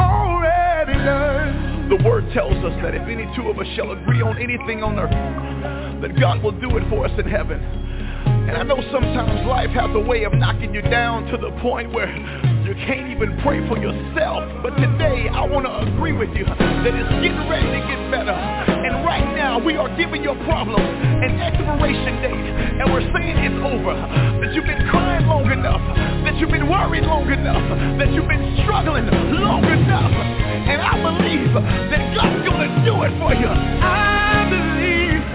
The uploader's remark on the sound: TNTSuperfantastic Conference Call